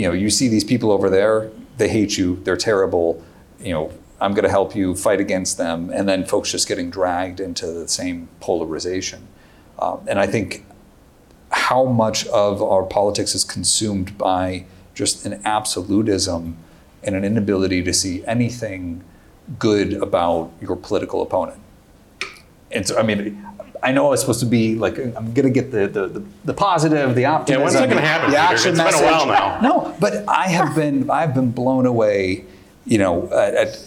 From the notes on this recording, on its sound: Moderated Conversation. Live audience Q&A.